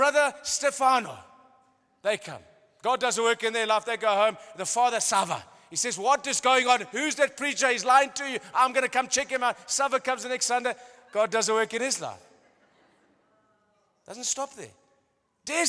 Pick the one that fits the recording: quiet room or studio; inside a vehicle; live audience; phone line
live audience